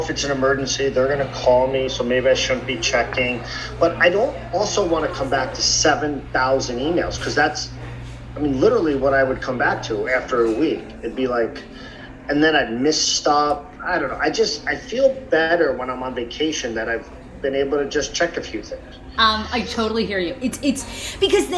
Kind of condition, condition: setting, busy venue